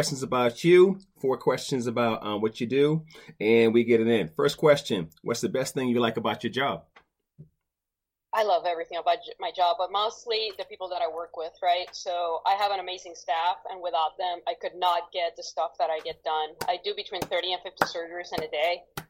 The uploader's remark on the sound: weathered technical issues and kept it vib'en thee intire episode